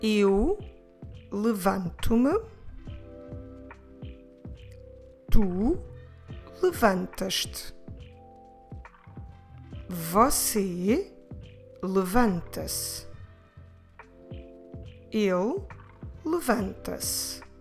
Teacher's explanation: Don't forget that the reflexive pronouns are really soft. They don't count for the stress here. We're still stressing the second to last syllable of each verb form.